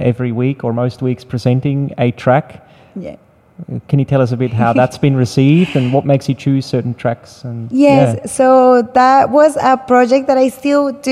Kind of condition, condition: setting, busy venue